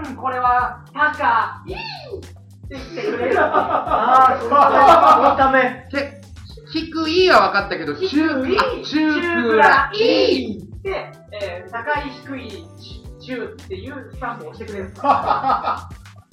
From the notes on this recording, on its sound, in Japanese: 初回につき音声のバラつきは大目に見てくださいませ。